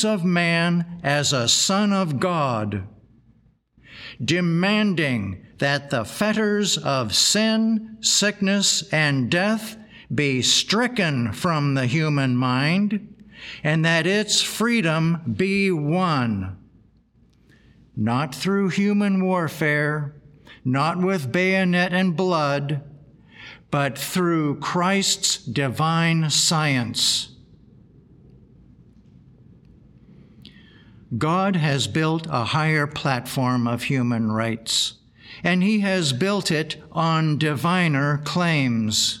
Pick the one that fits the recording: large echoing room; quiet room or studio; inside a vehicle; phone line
large echoing room